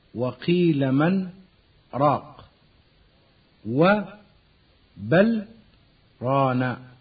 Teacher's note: أن اللام والنون يظهران قبل الراء عند سكت حفص